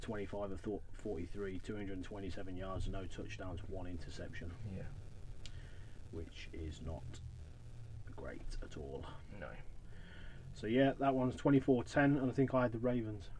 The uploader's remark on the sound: We are back again in our usual spot back in the van with coffee and a good podcast coming up.